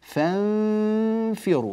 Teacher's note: يأتي فاء فأقول فانفروا، كأني ألفظ فاء وأنا ألفظ بالنون، أستعد للفاء في أثناء الإخفاء